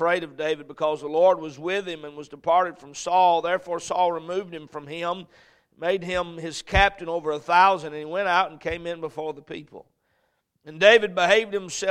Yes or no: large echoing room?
yes